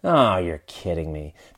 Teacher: that kind of down tone would indicate disappointment or disgust